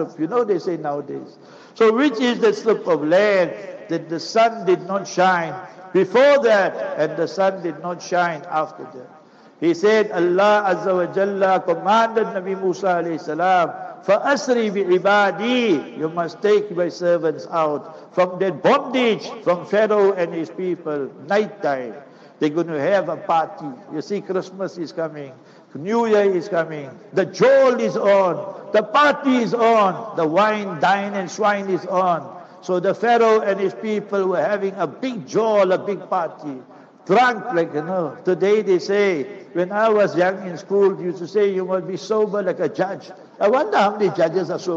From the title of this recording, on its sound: Jumu'ah Lecture - Raisethorpe Masjid - PMB